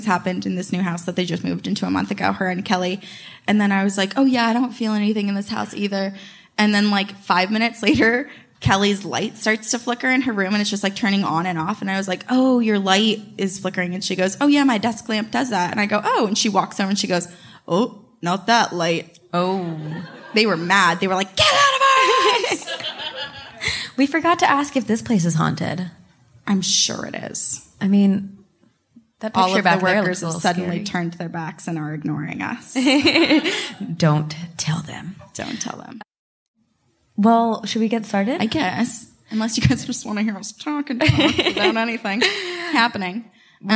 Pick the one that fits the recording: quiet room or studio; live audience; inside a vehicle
live audience